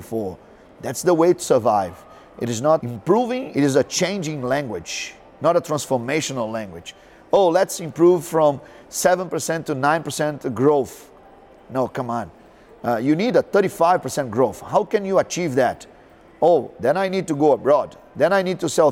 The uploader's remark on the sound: Live from ShopTalk